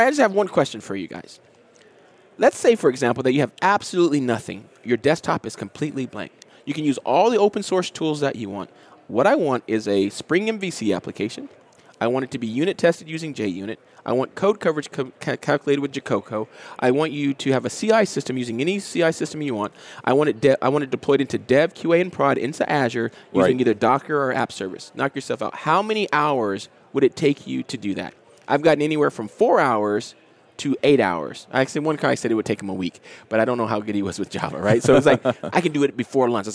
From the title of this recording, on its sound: LIVE at Microsoft Ignite